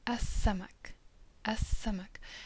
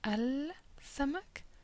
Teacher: What happens is that the L disappears. · Shown in: first take · Term: sun letters